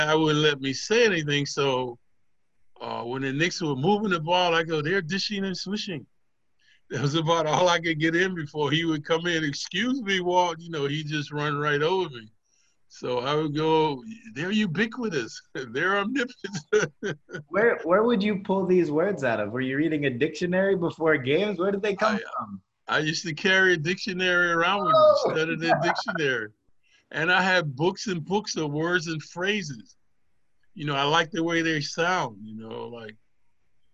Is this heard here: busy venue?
no